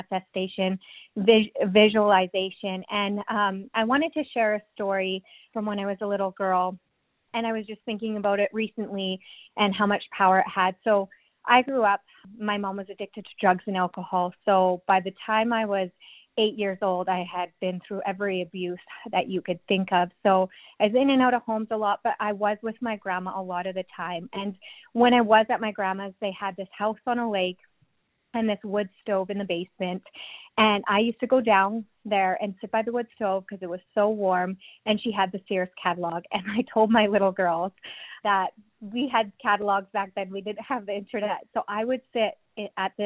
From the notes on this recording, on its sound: called into the podcast hotline